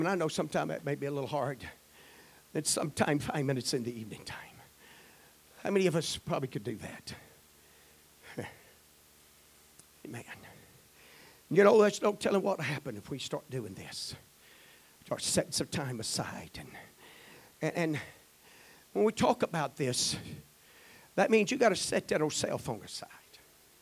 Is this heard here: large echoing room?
yes